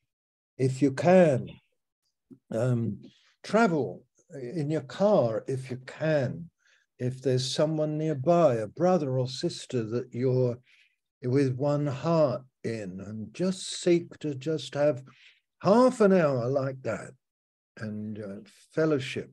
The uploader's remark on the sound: Malaysia Meets (Zoom)